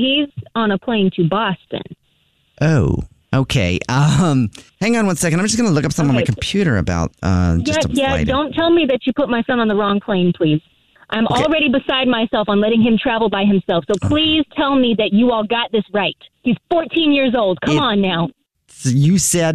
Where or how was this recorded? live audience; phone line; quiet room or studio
phone line